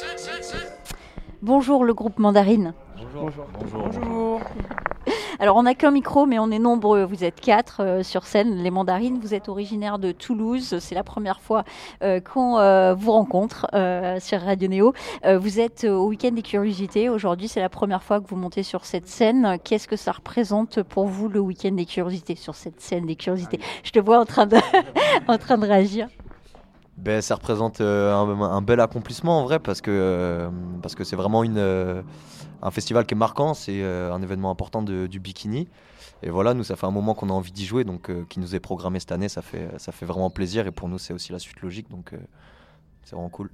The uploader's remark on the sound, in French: Pour la première fois sur la scène du week-end des Curiosités, c'est dans les loges du Bikini que nous avons rencontré ces joyeux garçons et surtout profité avec le public d'un concert enflammé !